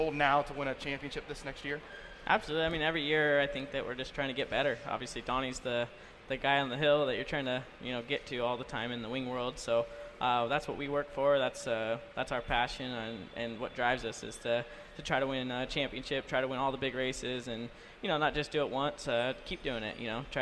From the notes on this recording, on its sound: Live at the 2019 Chili Bowl Nationals in Tulsa, OK., talking to drivers and fans about tonight's festivities.